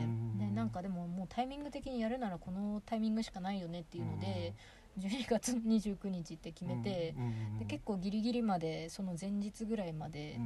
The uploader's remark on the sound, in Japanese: 今年5月に荒山林業さんが企画された集材の見学会の後、車の中でお話をしています。